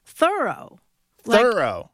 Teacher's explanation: pronounced Thoreau, with the accent on the first syllable